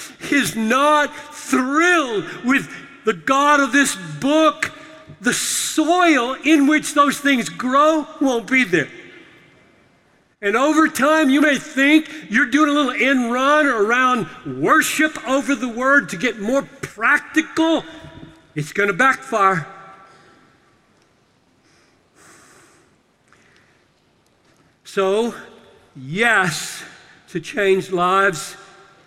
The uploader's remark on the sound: Delivered this message during a breakout seminar at the Sing! 2018 Conference in Nashville.